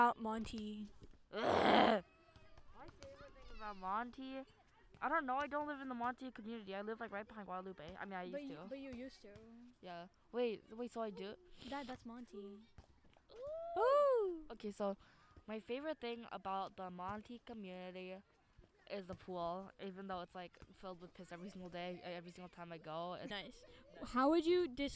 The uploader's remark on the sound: Walking around a diwali party with a laptop+microphone just for this episode!